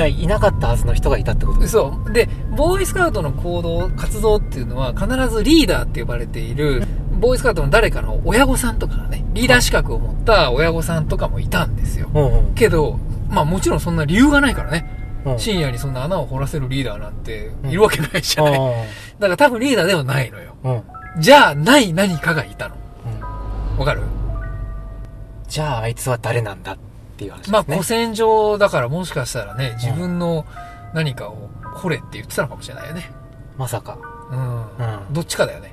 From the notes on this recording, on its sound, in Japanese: GWなので車でめぐるよ！出身地のスポット。いわくつきの神社と古戦場跡。僕らの出身地であるさいたま県のスポットに10年以上の時を経て再訪します。音声メディアなのにロケ回というチャレンジを今回もまたおこないました。